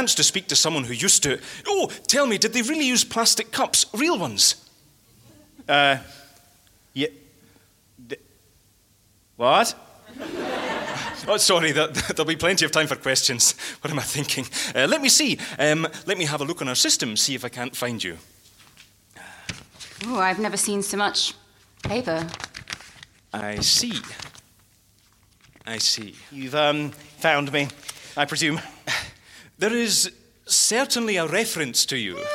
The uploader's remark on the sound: LIVE SHOW. Recorded live at London Podcast Festival Presents… Audio Drama at Kings Place in London.